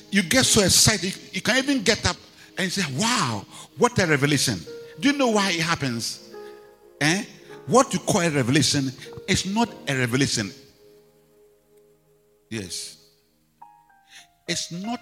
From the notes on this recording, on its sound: Preached at the Rose of Sharon Cathedral, Catch the Anointing Centre, LA - Accra